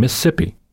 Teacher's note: He dropped the second syllable, explaining to me that's how they say it down there.